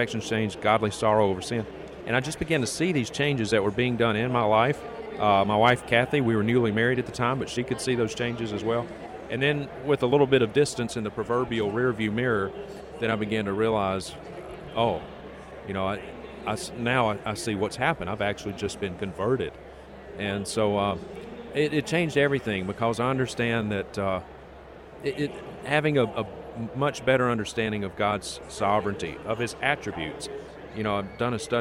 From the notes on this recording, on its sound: We caught up with him at the G3 National Conference, in Atlanta, Georgia, where he was speaking.